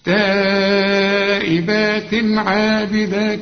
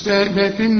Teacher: كل تنوين بعد عين ما تغنش، لأن العين من حروف الإظهار · Shown in: first take